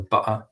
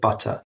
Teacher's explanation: having that kind of what's called a glottal stop in a word like butter · Shown in: first take · so butter instead of butter, that's a really common, often stigmatized sound.